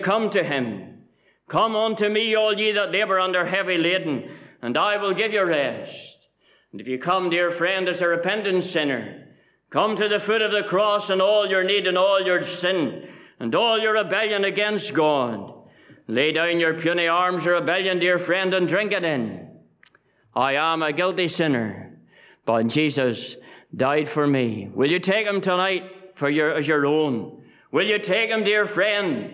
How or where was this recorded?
large echoing room